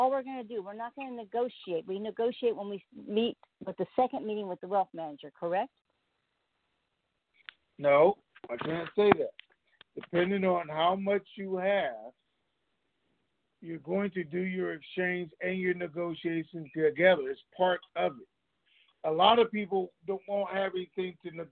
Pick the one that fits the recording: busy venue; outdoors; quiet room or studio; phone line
phone line